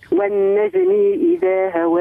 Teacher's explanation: ترى قلقلي في الجيم